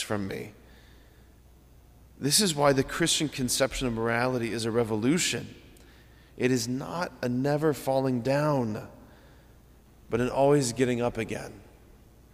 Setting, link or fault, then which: setting, large echoing room